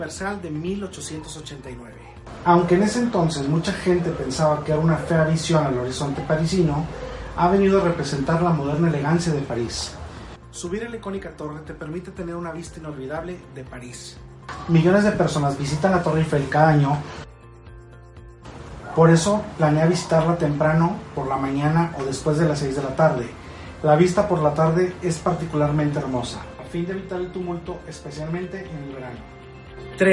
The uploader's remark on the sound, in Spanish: Grabado con un Iphone